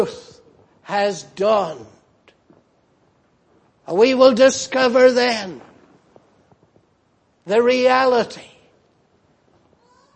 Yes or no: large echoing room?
yes